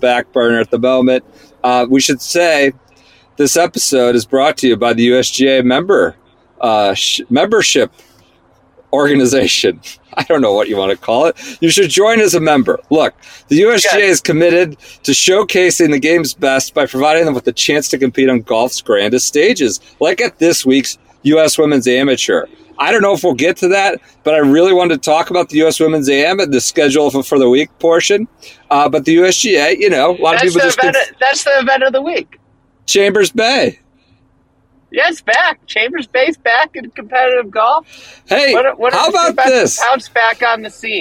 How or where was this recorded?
inside a vehicle